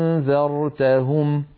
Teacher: لابد في رواية حفص عن عاصم من تحقيق كلتا الهمزتين هكذا أأنذرتهم.